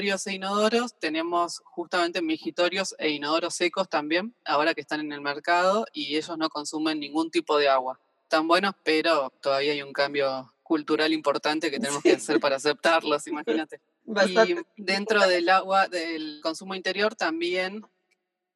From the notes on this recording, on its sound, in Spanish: Esta entrevista fue grabada de manera remota.